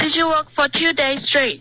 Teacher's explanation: Straight 要稍微往上飘，这是一个疑问句